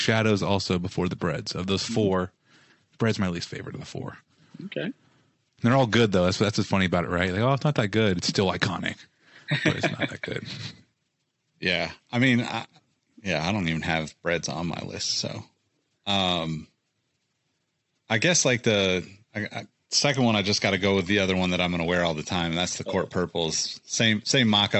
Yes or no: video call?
yes